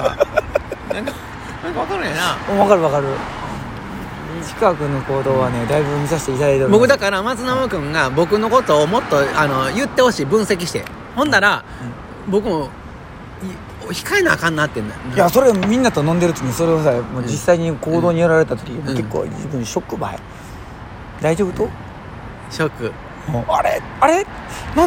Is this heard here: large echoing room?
no